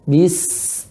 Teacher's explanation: sin mengalir udaranya ya. bis tajam ya.